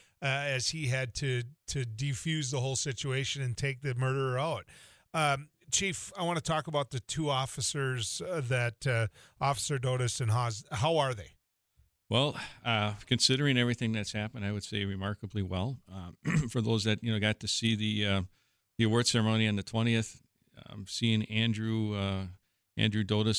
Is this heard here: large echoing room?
no